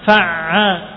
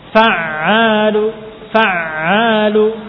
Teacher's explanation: Lidahnya tetap di posisi biasa. Fa'a. Makhrajnya hanya di tenggorokan bagian tengah. · Term: huruf ain